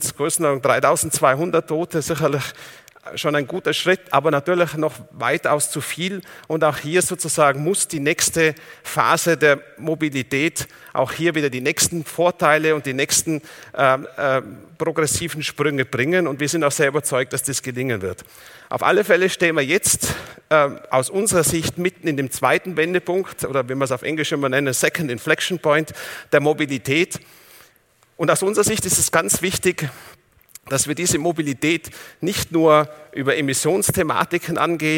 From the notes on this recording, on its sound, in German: In seinem Vortrag beim auto motor und sport Kongress 2019